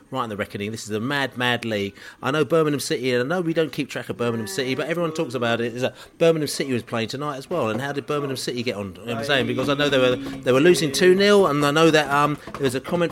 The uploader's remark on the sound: Podcast From The Pub